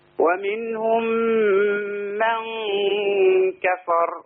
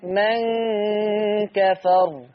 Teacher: من كفر الغنة هنا مرققة لأن الكاف مرققة.